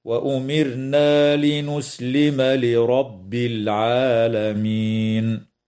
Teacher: قوله تعالى: وأمرنا لنسلم لرب العالمين. ترقق الراء وصلا ووقفا في كلمة وأمرنا لسكونها بعد كسر أصلي، بينما تفخم وصلا ووقفا في كلمة لرب لأنها مفتوحة، وتنتهي الآية اتفاقا عند كلمة العالمين، والوقف عليها من قبيل الوقف الجائز.